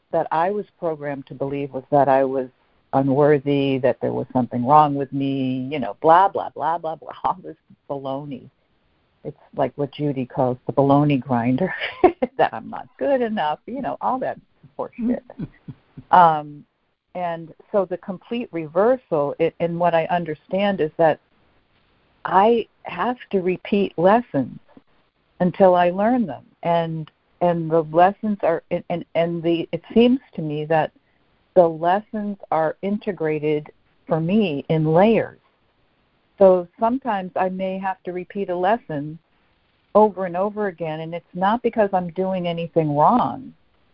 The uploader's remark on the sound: ACIM Daily Conference Call